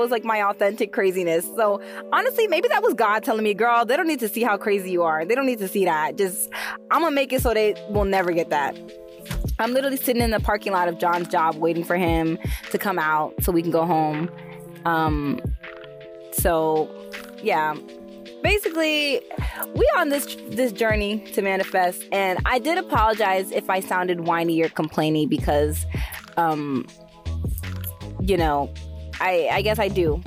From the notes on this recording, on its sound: Sorry for the audio quality in this episode, I was in my car